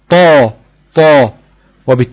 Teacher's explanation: هتلاقي في الطاء ان اقصى اللسان هتلاقيه مرتفع لاعلى · Term: حرف استعلاء